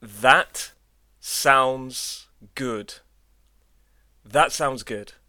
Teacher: that 结尾的发音 t 听起来像是被省略了。由于 that 后面接的单词 sounds 以辅音 s 开头，这些辅音在一起很难快速且清晰地被读出来，所以 that 结尾的发音 t 就自然而然地消失了。为了帮助大家加深对这个发音现象的理解，请来帮忙分别以慢速和正常语速来朗读一下这句话。